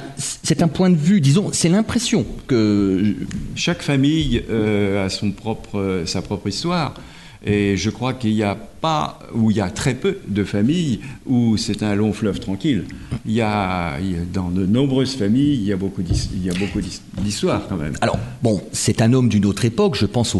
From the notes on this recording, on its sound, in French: Cette émission a été enregistrée en public à la Bibliothèque municipale de Semur-en-Auxois (Côte-d’Or).